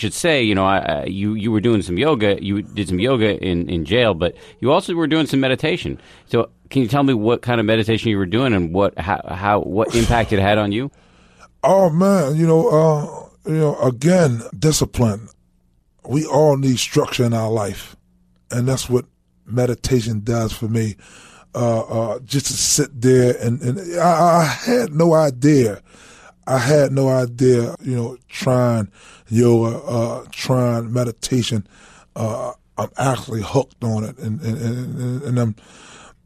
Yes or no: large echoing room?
no